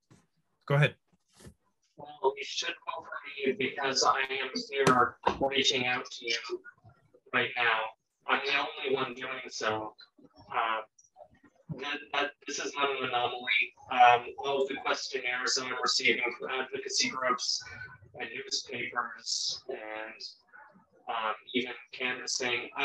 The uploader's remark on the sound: we were having audio issues during this recording